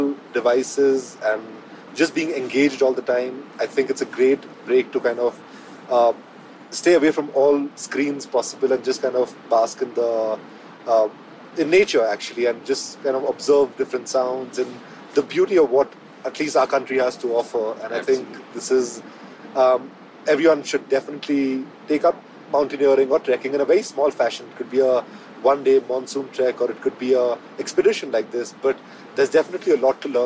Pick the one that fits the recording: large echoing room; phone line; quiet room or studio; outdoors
outdoors